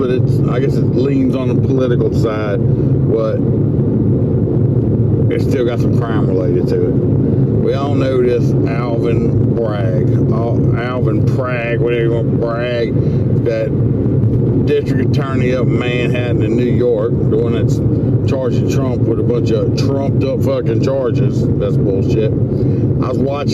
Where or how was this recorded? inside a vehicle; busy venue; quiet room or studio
inside a vehicle